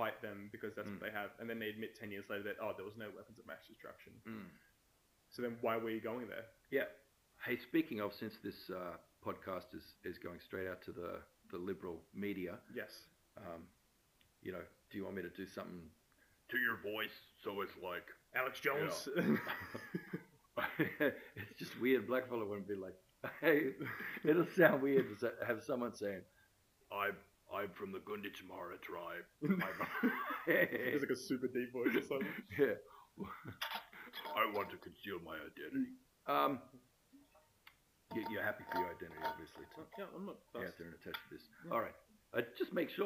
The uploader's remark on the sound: Sound for this episode isn't great